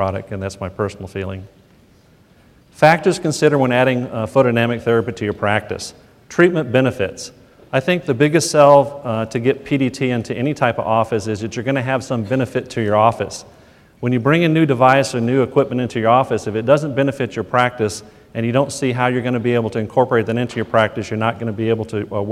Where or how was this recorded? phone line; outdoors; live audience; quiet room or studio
live audience